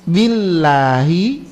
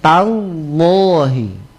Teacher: Billahi dia dibaca tipis. Tallahi dibaca tebal.